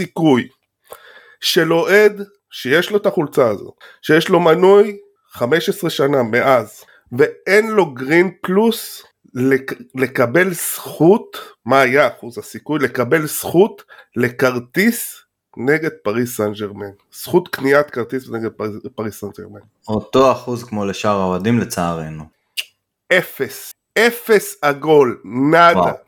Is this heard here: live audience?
no